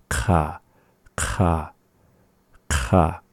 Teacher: at the back of the mouth, not the back of the throat, but the back of the mouth · Term: back consonants